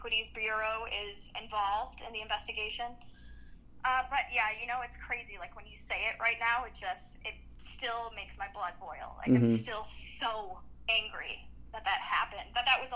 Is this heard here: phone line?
yes